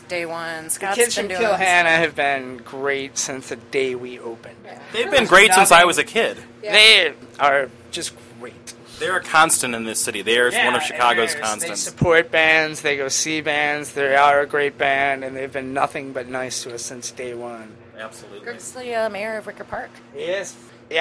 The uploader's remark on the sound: In an interview recorded onsite at Debonair Social Club